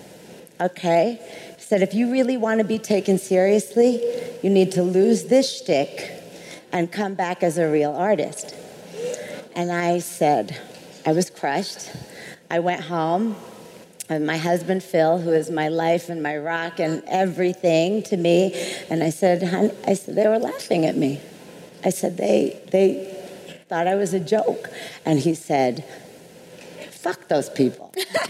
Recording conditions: live audience